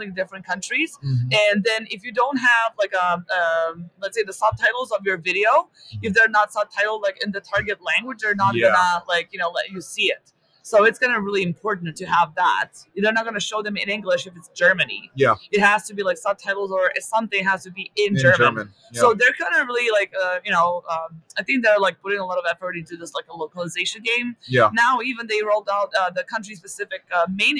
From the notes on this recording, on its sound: Live at Prosper 2022.